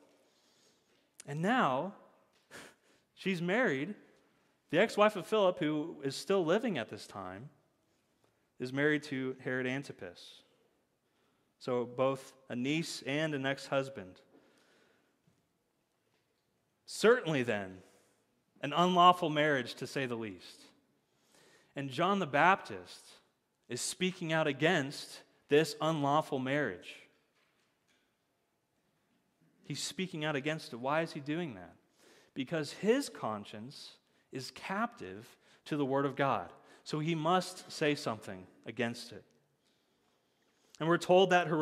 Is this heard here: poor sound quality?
no